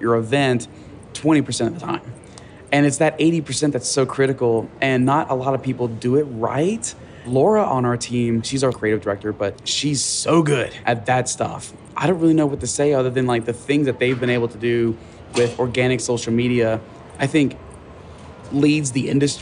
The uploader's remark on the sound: This interview was recorded during Transworld.